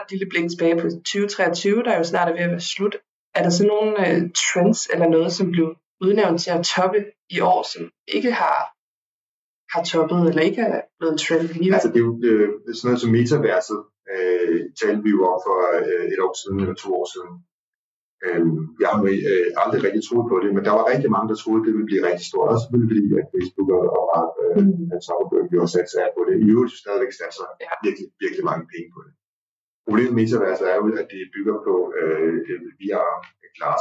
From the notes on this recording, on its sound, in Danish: Psst, der har været en lille drillenisse på spil, som har skruet på knapperne. Det betyder, at lyden er lidt mere sprød, end vi egentlig gerne ville have den.